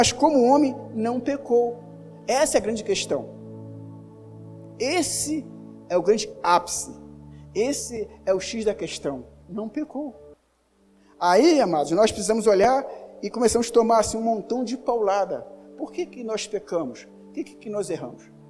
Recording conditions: large echoing room